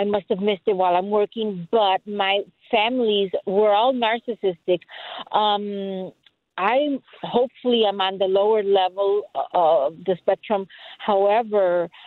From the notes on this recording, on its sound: Today we open the phone lines